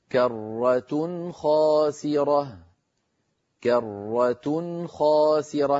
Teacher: تنوين بعده خاء أيضا لم نزد في زمني التنوين. إذن نلاحظ أننا في عند نطق نون ساكنة أو تنوين بعده حرف من حروف الحلق الستة لا نزيد في زمن الغنة ولا نغير في مخارج الحروف. · Term: إظهار